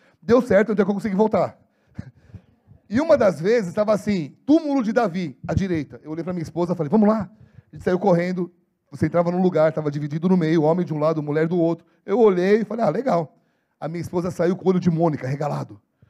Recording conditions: large echoing room